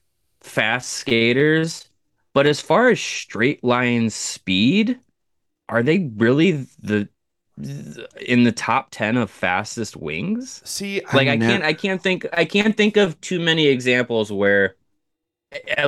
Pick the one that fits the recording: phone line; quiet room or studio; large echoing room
quiet room or studio